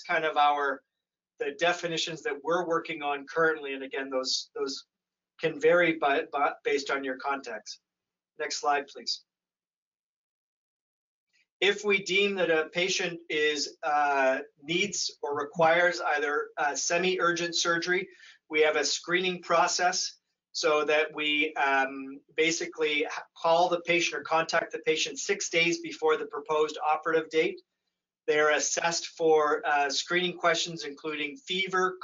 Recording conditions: video call